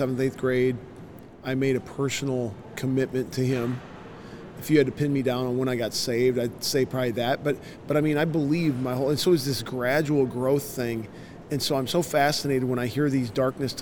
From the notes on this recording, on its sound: LIVE from CPE 2022!